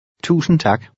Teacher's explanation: The D is usually silent when it follows an N.